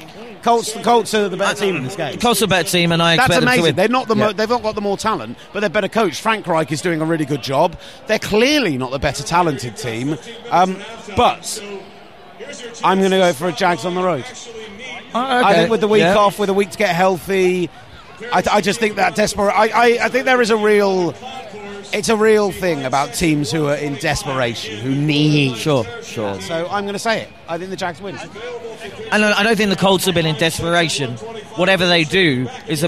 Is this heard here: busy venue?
yes